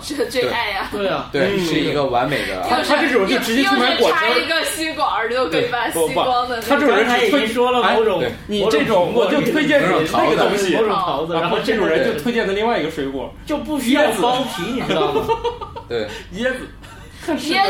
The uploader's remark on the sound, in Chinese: 本期节目为在张大妈办公区用录音笔录制，可能有街道上的杂音，请见谅。